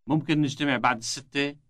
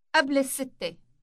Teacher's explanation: the number is pronounced with an elongated initial S sound